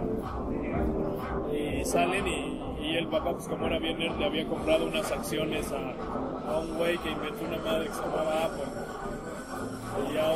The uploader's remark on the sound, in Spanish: Salimos con grabadora a la calle y grabamos mientras nos recetábamos unos cocteles coquetos y una carne al carbón.